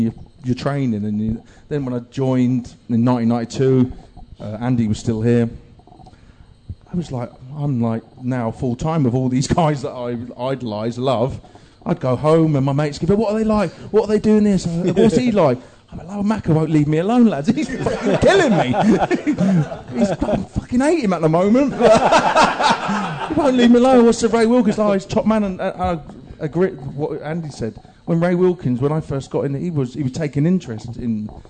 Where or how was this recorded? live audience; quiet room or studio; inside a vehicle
live audience